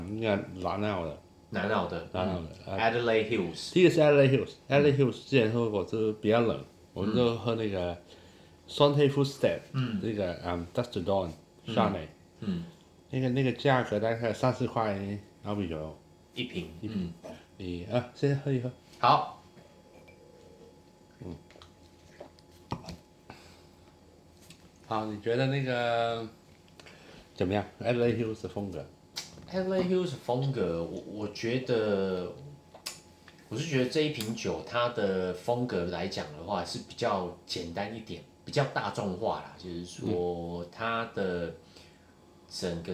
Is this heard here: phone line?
no